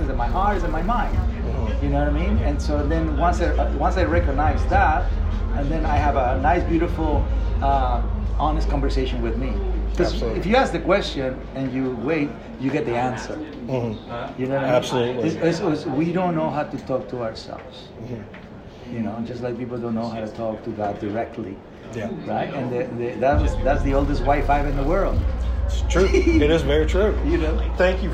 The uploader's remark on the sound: I sit down LIVE from VEECON